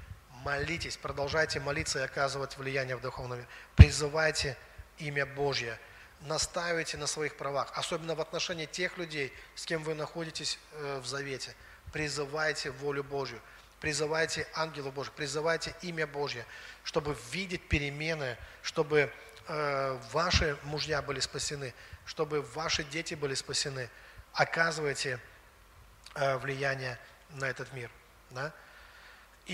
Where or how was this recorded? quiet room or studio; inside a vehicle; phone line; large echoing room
large echoing room